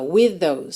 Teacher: with termina com TH, those começa com TH, eu junto num TH só